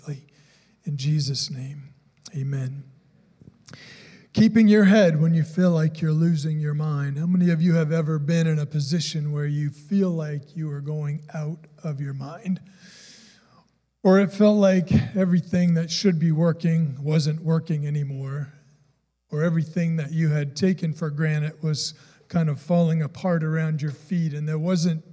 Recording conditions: large echoing room